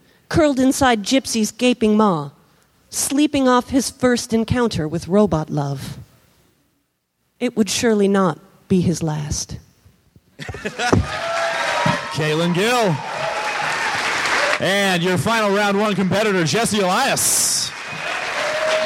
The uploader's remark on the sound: Recorded at San Francisco Sketchfest, January 30, 2014.